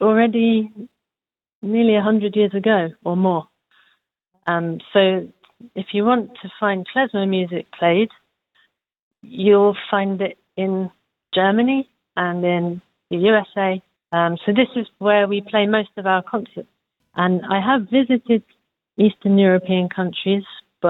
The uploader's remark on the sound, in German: Die GIGparade ist das Live-Konzert Magazin von Radio Darmstadt für die regionale Musik- und Kultur-Szene Darmstadts. Für aktuelle Infos rund um die GIGs werden die Musiker und Künstler per Telefon direkt in die Sendung zum (Live-)Interview hinzu geschaltet.